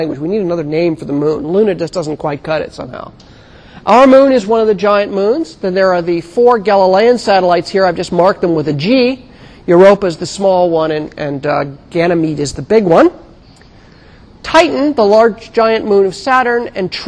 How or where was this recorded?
large echoing room